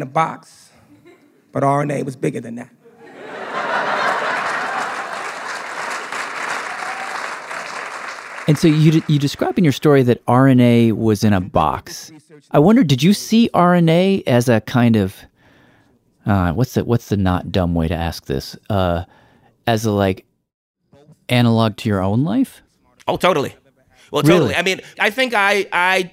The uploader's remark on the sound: Got on stage and told a story for The Story Collider, a podcast and live storytelling show. Recorded by The Story Collider as part of the 2019 Evolution Meeting in Providence, Rhode Island.